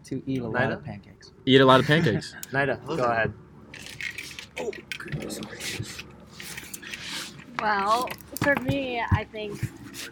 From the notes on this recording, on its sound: We recorded this episode with 8 special guests at the peak of a mountain in Hawaii.